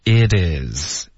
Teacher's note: 每一个字都咬得很清楚可是还连读了